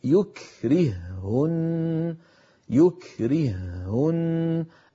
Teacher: المثال الرابع والأخير يكرههن، يكرههن، أيضا الهاء الأولى ساكنة فأضغمت في الثانية فصار النطق بهاء واحدة مشددة